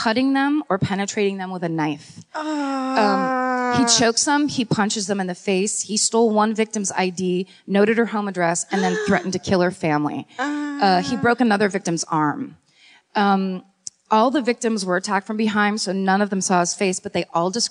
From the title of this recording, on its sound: Live at the Sony Centre in Toronto